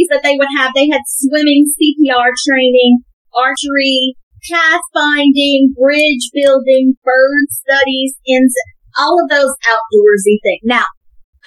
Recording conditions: poor sound quality